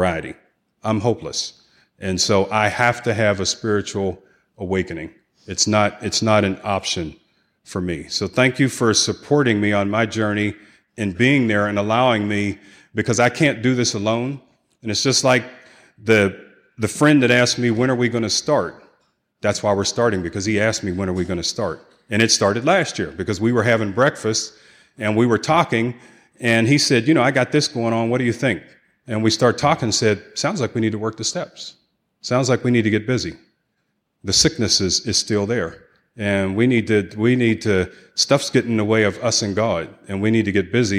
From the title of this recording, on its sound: 2016 San Diego Conference Keynote Speaker